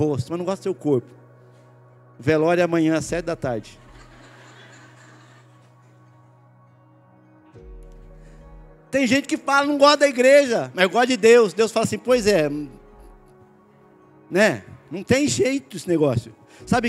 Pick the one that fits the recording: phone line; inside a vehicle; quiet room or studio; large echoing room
large echoing room